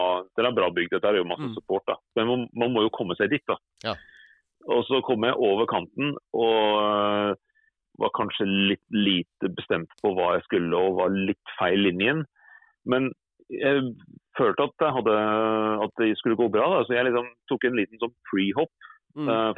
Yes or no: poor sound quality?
no